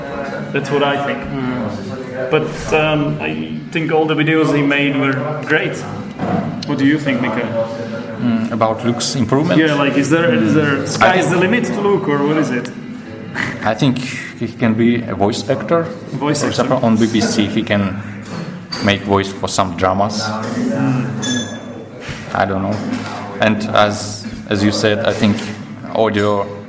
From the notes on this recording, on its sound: This is the second part of the episode which was recorded during the first Lepster meet-up in Prague.